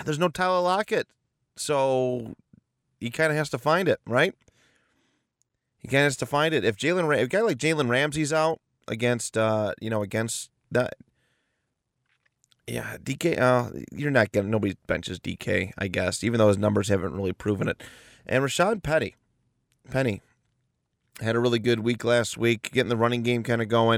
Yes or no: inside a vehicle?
yes